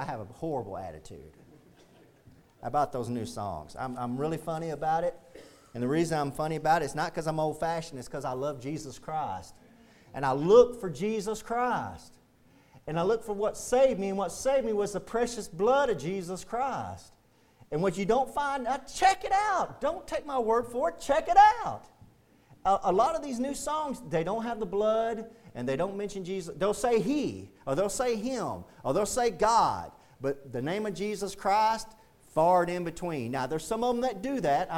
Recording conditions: large echoing room